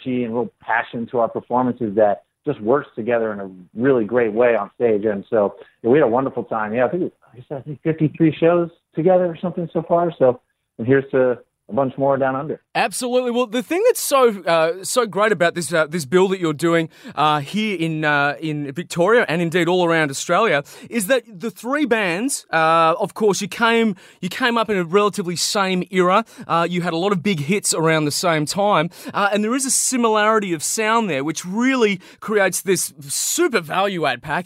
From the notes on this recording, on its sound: jumped on the phone